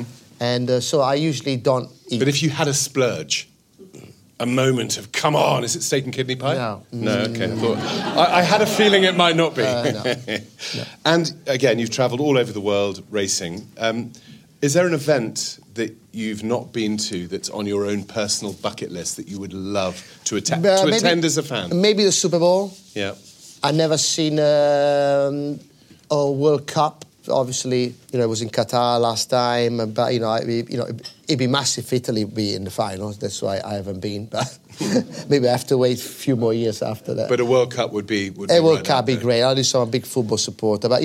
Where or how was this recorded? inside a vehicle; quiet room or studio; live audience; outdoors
live audience